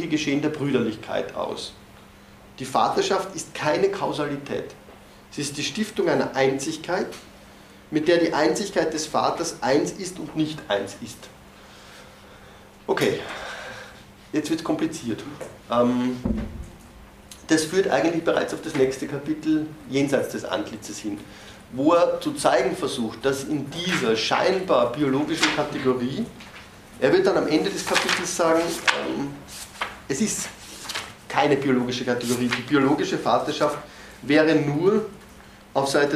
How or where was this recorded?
large echoing room